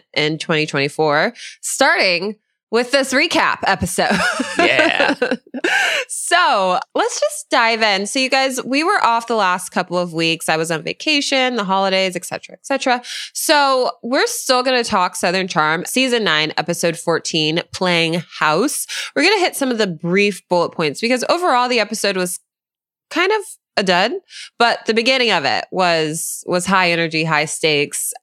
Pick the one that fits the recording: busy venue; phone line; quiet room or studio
quiet room or studio